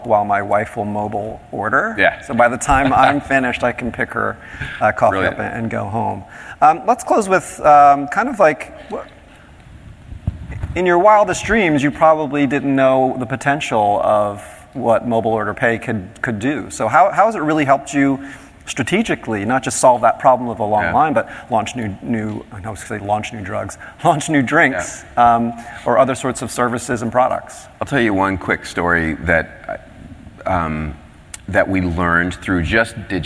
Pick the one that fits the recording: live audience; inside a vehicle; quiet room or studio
live audience